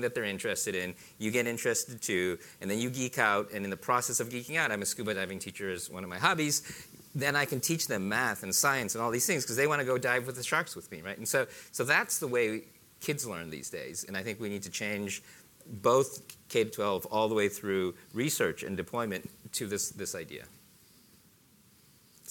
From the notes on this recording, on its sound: recorded at the 2014 International Achievement Summit in San Francisco